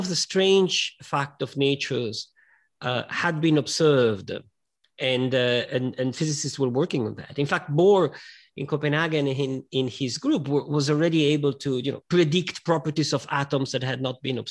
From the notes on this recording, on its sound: This talk was recorded at 5x15 online in April 2021.